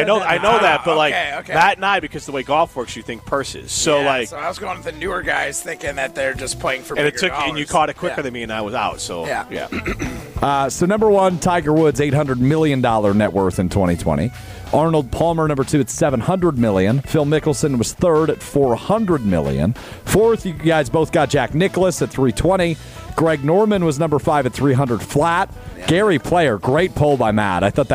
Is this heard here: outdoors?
yes